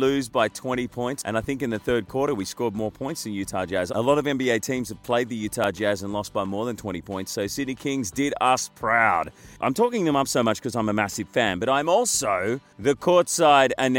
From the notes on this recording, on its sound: Live from North Bondi Surf Club thanks to Goldman Wines.